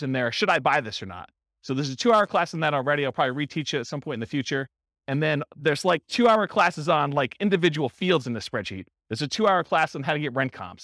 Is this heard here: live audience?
yes